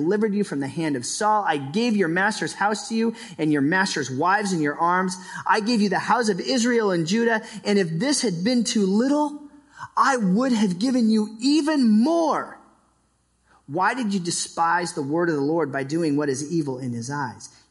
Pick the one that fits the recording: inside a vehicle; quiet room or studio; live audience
live audience